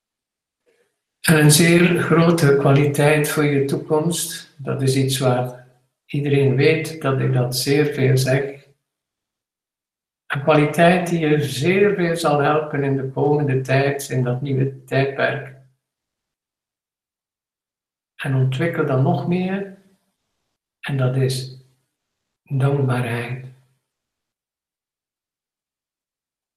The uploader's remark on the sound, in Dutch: Google Meet opname van maandag 21/12/2020